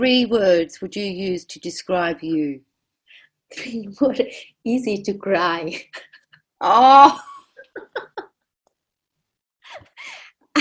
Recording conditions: video call